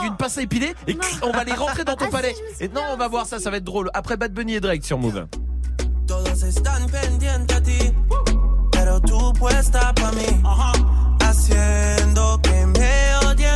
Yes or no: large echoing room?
no